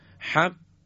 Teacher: وقتی که قاف تلفظ میشه دقت کنید حق، یک لحظه صوت ما قطع میشه · Term: صفت شدت